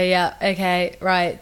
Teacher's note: she speaks in like a monotone and her voice doesn't pitch or anything